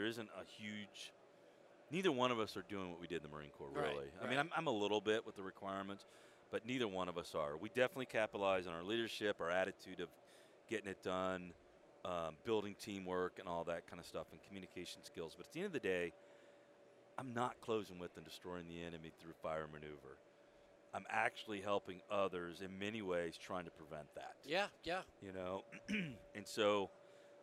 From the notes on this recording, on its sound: This week we are recording from the floor of Modern Day Marine so that we can bring you the events and personnel of this outstanding convention as it’s going on.